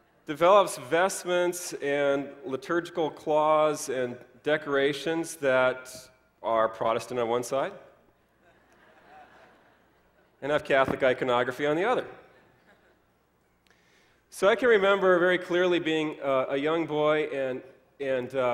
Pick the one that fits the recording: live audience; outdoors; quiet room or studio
live audience